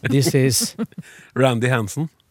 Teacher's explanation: Og da greip du nå til tonelag én med en gang intuitivt.